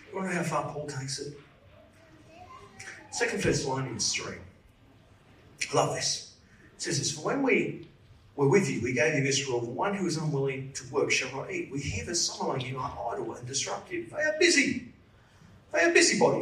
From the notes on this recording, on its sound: Service recorded Live at Victory Church in Bendigo on Sunday September 3rd, 2023.